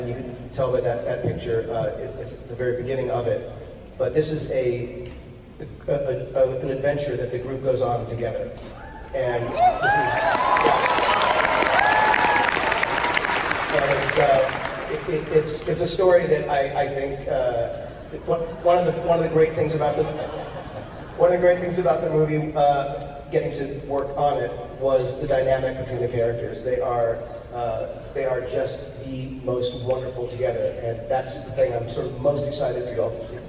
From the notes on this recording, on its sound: Star Wars Celebration Chicago Episode 9 Panel. This is the audio version of the SWCC 19 Episode IX panel.